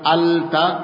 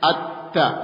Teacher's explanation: Idgham itu artinya meleburkan, memasukkan. Berarti huruf pertama dimasukkan ke dalam huruf yang kedua, sehingga huruf pertama tidak nampak. · Shown in: second take · Term: Idgham Syamsi